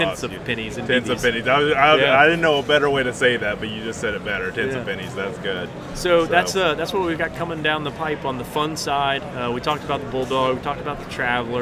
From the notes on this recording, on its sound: live from the Dallas, Texas NRA show